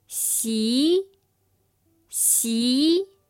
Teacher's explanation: The second tone, which is a rising tone, sounds like this.